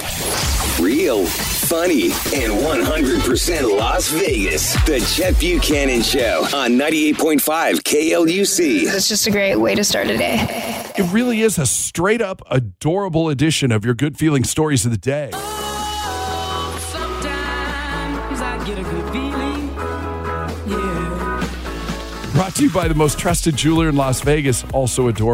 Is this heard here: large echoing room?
no